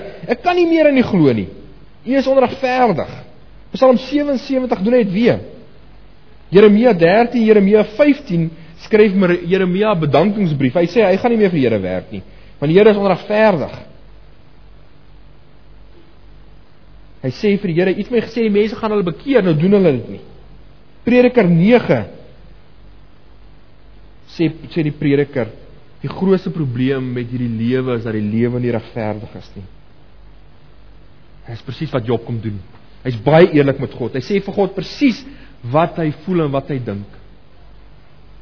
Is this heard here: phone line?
no